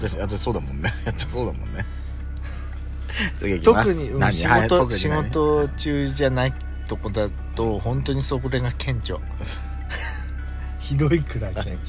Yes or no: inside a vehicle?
yes